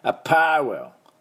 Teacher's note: アパーレルというとウが入ってしまいますので、ルって言わなくていいんです